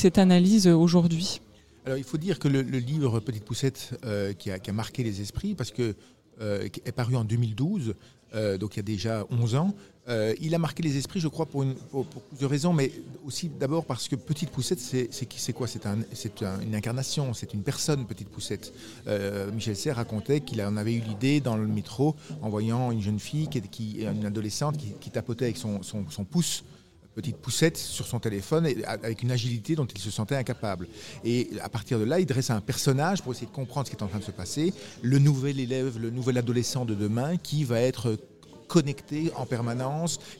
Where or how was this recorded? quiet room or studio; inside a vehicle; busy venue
busy venue